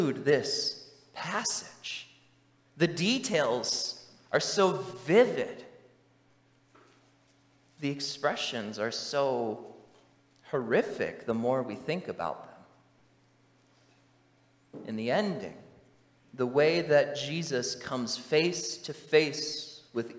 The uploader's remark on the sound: during the Morning Worship Service on Sunday, November 26, 2023, at Calvary Baptist Church in Battle Creek, Michigan